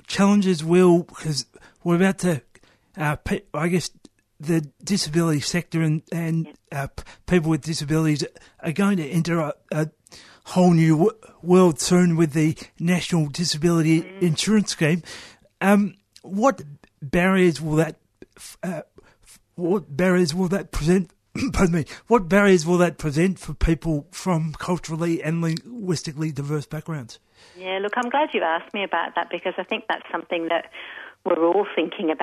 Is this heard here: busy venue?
no